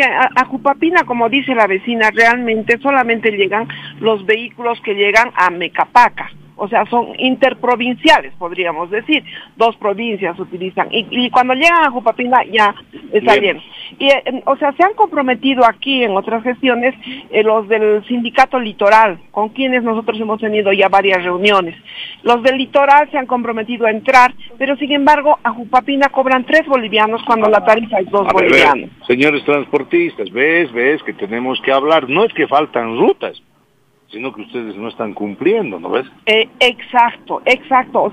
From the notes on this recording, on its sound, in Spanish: Realiza una nota desde el vivero de Aranjuez. Entrevista telefónica. Visita el parque Bartolina Sisa y conversa sobre los proyectos a ser implementados.